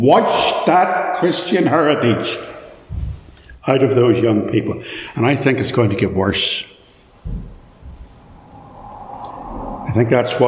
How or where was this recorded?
large echoing room